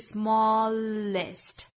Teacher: smallest 这个词后面的 est 读 ist 大家不要把它读成了 east